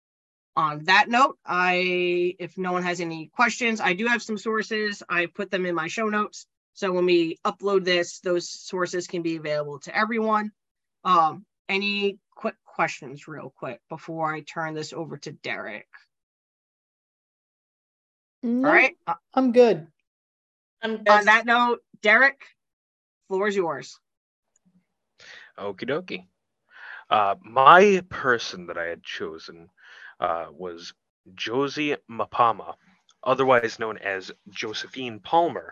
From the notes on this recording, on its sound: your four hosts are back around the (Zoom) table